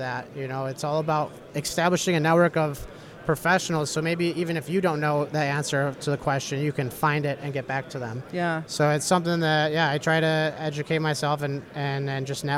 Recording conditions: busy venue